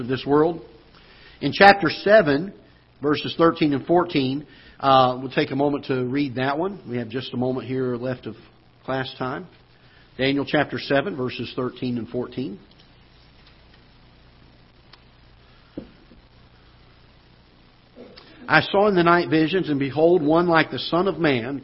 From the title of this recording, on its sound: Ketha Heights Baptist Church ~ Live Broadcast